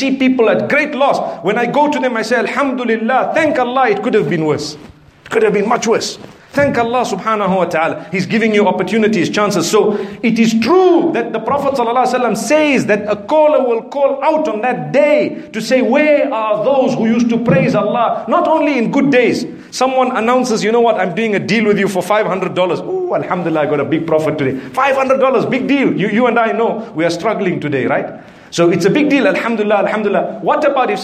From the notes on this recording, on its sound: Lecture from the Arcadia Masjid in Harare Zimbabwe.